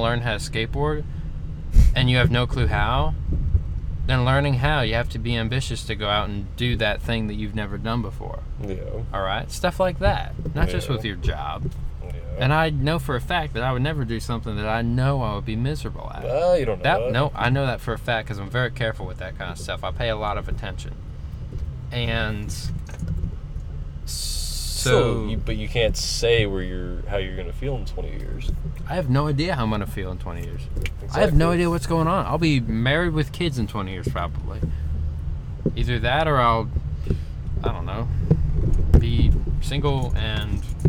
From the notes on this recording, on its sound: Car-cast. We went for a ride in my car today and decided to just record our conversations as if you were along for the ride.